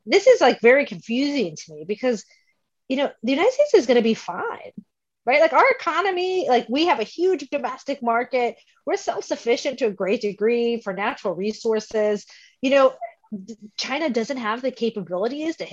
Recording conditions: video call